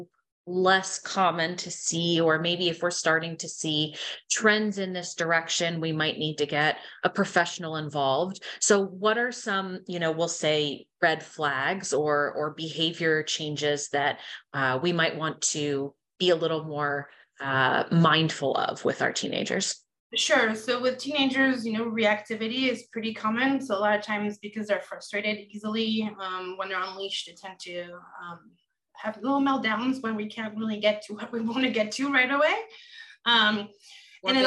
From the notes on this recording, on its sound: Recorded Webinar